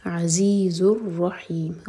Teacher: عزیز دونوں زا ہے بزنگ ساؤنڈ کے ساتھ پڑھا جائے گا عزیز الرحیم راہوی اور ہا حلق سے ہی چار حرکہ لمبا